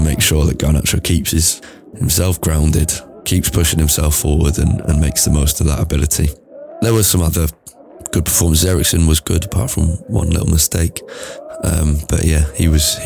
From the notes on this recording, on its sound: In the background is noise from Old Trafford, from 20 minutes before kick-off through to Rashford and Martial's first-half goals.